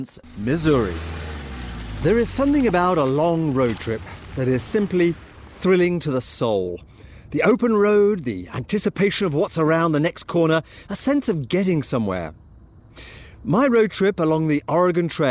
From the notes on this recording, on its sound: On location, driving one of the most iconic US road trips of all – the historic Oregon Trail.